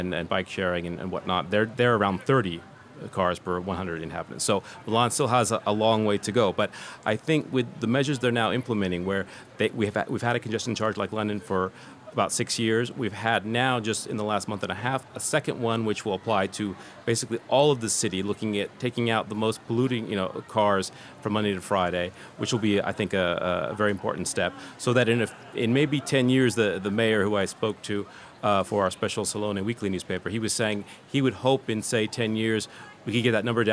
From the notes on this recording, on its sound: Today we are coming to you live from Salone del Mobile in Milan, brought to you in partnership with our friends at Hyundai. Monocle’s vantage point in Tortona.